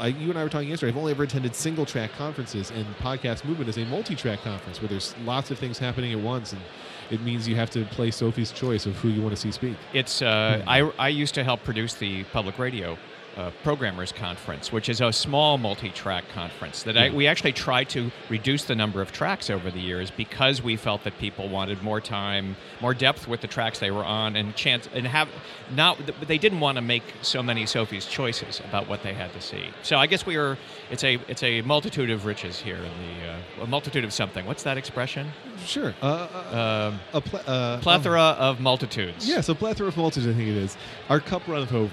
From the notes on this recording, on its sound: an episode taped live at Podcast Movement